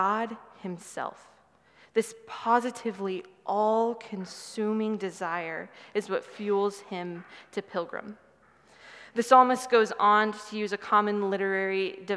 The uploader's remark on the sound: Sermon from 6/11/23 preached at Good Shepherd Oak Cliff